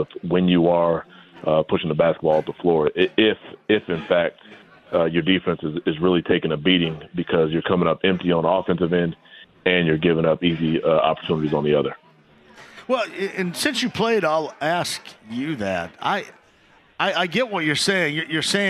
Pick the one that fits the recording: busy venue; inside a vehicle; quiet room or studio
busy venue